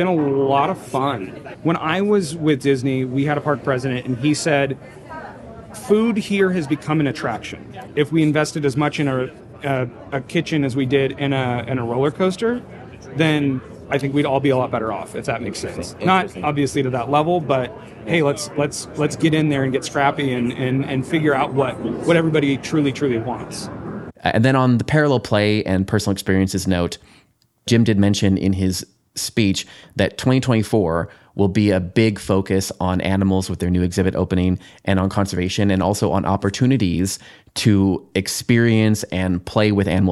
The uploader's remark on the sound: SPECIAL: Exploring Authentic Reality at the IAAPA North American Trade Summit. This year’s North American summit took 134 attendees on 5 facility tours in the San Diego area over 4 days. This episode features on-location audio.